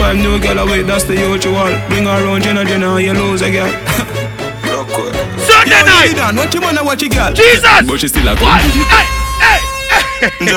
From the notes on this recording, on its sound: Live From FAYAH SUNDAYS